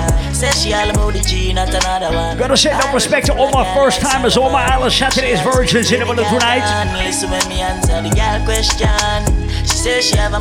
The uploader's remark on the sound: LIVE AUDIO. Audio recording of my set at Island Saturdays.